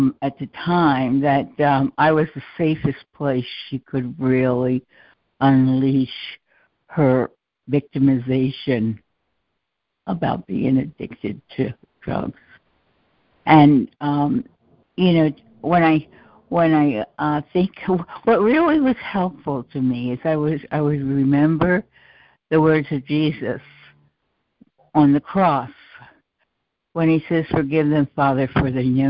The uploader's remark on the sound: ACIM Daily Conference Call